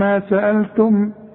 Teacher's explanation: حاصل يبقى عندي اتنين ميم دوبل اغن، ويبانوا انهم اتنين مش واحدة · Term: ميم ساكنة وبعدها ميم متحركة